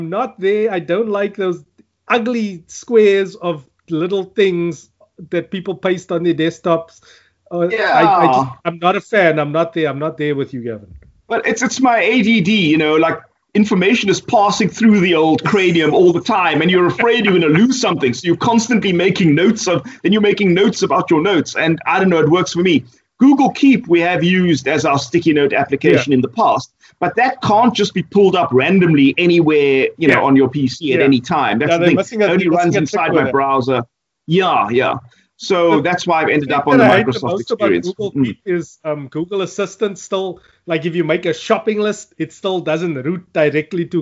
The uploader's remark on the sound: Recorded via Skype